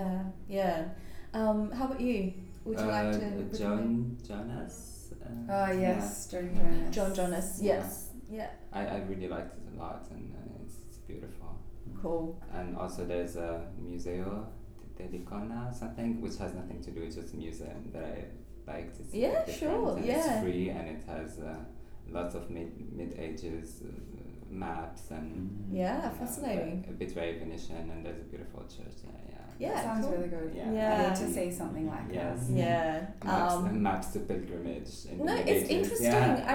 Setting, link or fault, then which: fault, sounds in the background